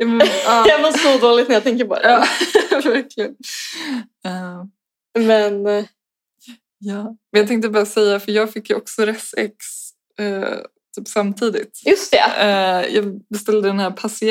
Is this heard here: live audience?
no